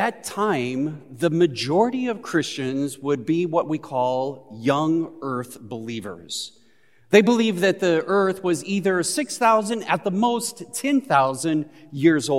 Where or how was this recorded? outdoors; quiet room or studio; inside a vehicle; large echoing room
large echoing room